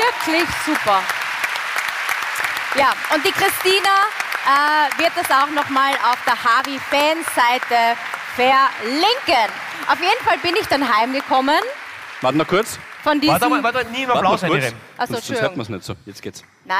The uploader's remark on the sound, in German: Hawi D'Ehre LIVE - Graz